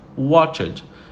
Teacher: No passado fica com um EDzinho levemente mudo no final